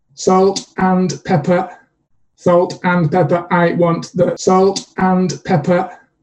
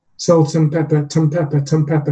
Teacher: We've got the T of salt appears to join the and. · Shown in: second take · Term: connected speech